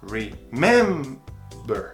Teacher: Por mais que termine em CVC, a sílaba tônica é no mem. Remember. Então, remembering.